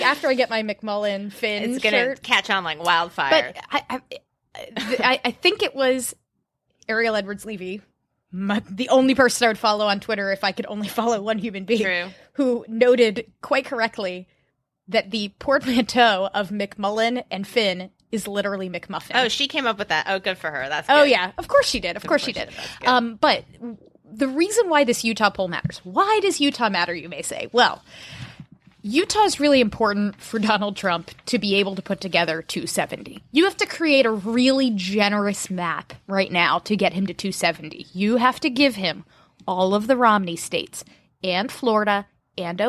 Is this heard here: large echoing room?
no